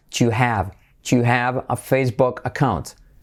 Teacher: D más letra clave GJ, to have. Saltamos la H semiclave y hacemos la V.